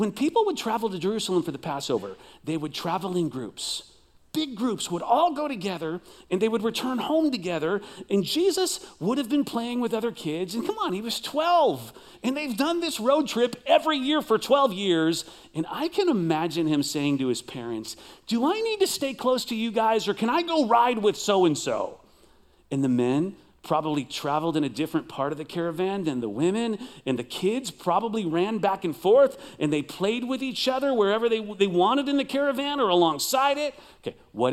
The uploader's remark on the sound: Recorded live at CrossWinds Church